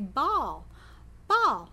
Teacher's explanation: So we're not going to worry about the L there. We're just trying to get the first sound, the first B there, that bilabial B.